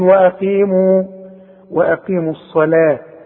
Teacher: رقق اللام بتاعت الصلاة